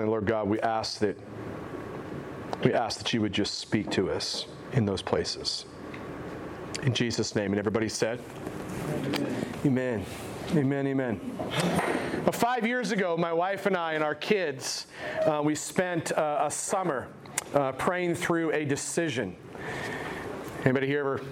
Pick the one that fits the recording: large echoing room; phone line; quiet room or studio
large echoing room